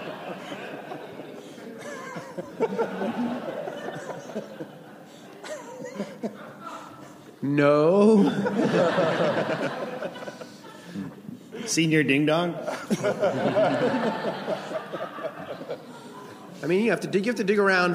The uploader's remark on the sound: The Simpsons from ATX Television Festival.